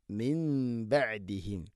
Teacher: സാക്കിന നൂന് ശേഷം ബ വന്നാൽ നൂണിനെ മീമാക്കി മാറ്റണം, അതാണ് ഇഖ്ലാബ്.